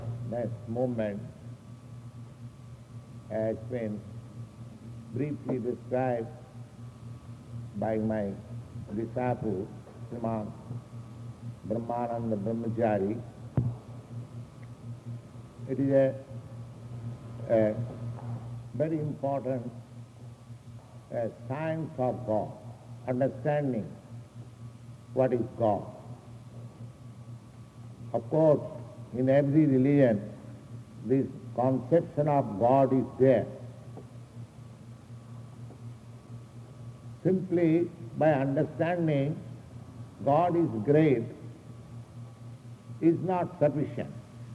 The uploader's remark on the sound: An engagement lecture given at Boston College. Engagement Lecture at Boston College. Boston, MA.